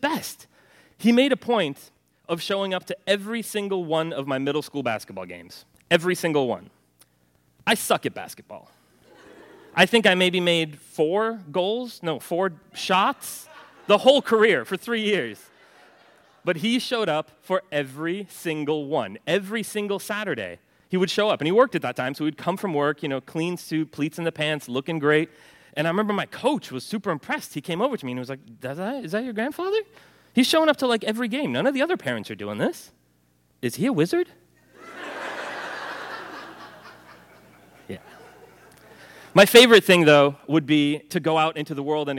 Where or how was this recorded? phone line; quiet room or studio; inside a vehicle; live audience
live audience